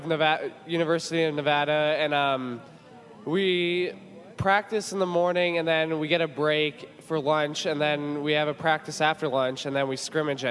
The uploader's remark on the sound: Live broadcast from the Moraga Faire. Our teens interview a cross section of people of all ages.